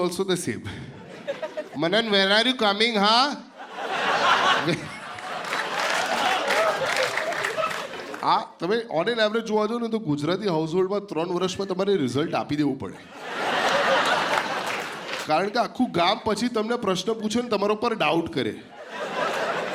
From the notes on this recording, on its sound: This was shot in front of a live audience. At the auditorium of H K Arts College, Ahmedabad.